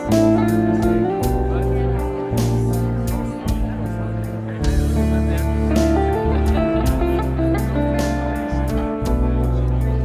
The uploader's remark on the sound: DANCE in Israel 2022. Live at Suzanne Dellal Centre.